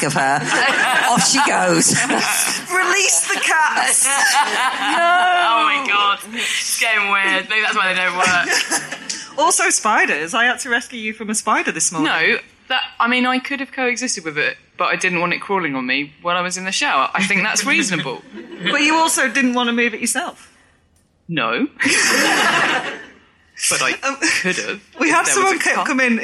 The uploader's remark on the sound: This episode was recorded in front of a live audience at The Stand Comedy Club, as part of the Edinburgh Fringe back in August.